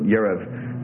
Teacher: They put yarev. They get a secondary vowel in there between the resh and the bait there.